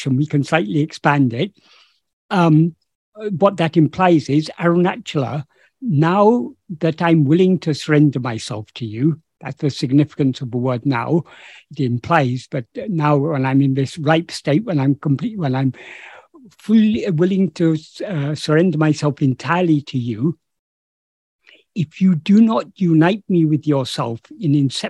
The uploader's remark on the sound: In a Zoom meeting of the ‘Ramana Maharshi Foundation UK’ on 30th July 2022